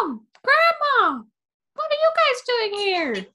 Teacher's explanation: it's so high, but it like has this airy, breathy quality to it